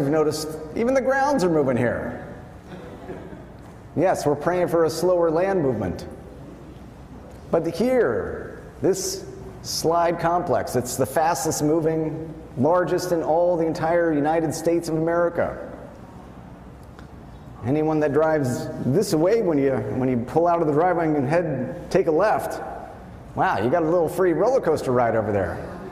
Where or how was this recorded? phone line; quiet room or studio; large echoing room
large echoing room